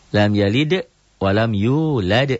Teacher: Tapi kol-kolah sugro yang di akhir kalimat, akhir ayat, itu juga jadi kol-kolah kubro